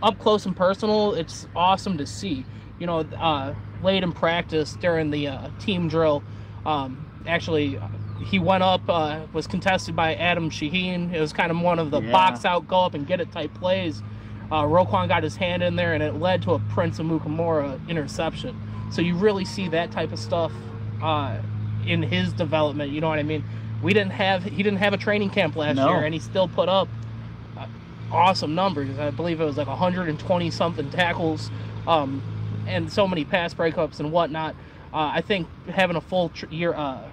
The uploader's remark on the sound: Bear through the background noise and take a listen to our final report from Bears Camp.